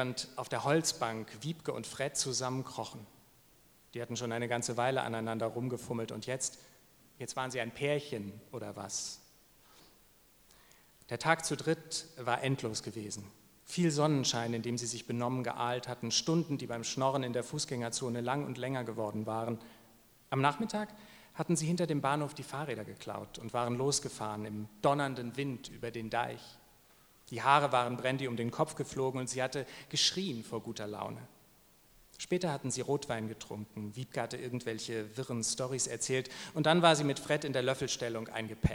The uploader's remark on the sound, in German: liest live beim Eichborn-Salon in Köln